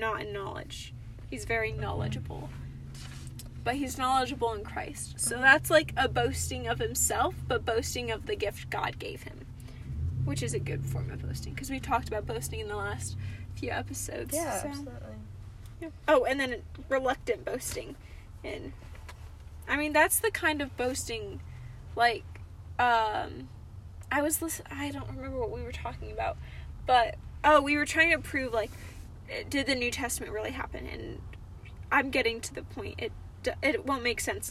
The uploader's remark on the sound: Cozy Convos in the Car!